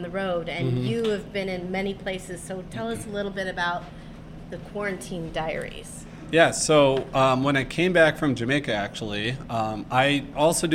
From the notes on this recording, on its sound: Live* from the Historic Greenbrier Inn in downtown Coeur d' Alene. Pre-recorded with a live studio audience, sound is a little off.